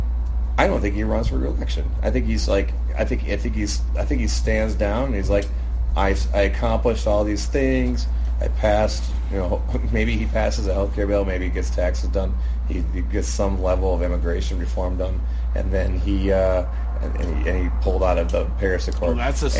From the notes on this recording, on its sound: This week, we come to you from the Wisconsin Democratic Party Convention in Middleton.